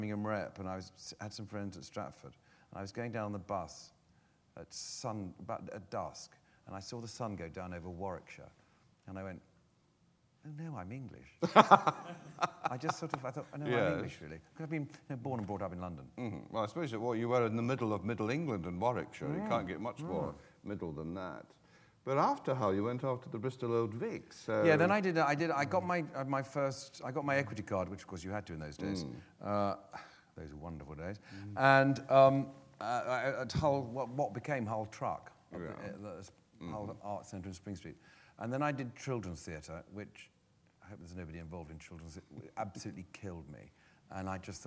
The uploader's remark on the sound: This is a live recording of a Platform event from September 2012.